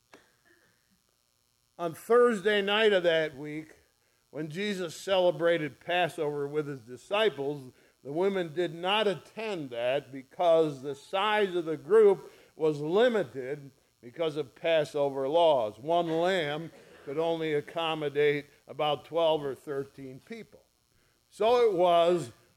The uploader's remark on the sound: ESCBC Easter Sunrise First Service recorded on 04/09/2023.